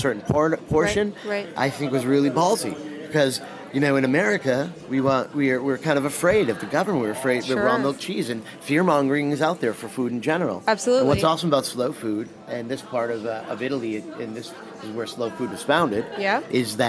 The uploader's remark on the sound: reports live from Bra Cheese.